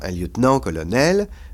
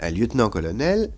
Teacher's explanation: l'accent qui était sur nan a disparu · Shown in: second take